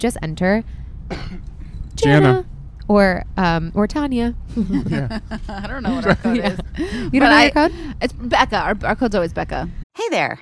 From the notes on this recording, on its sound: The Whine is live from the Napa Valley Wine Train!